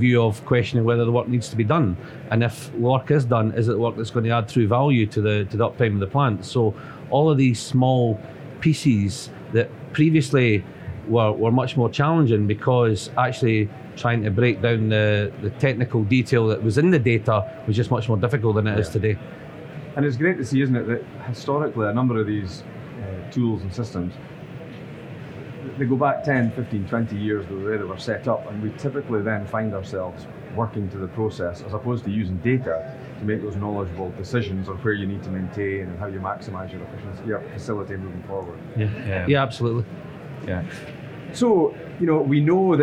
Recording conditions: busy venue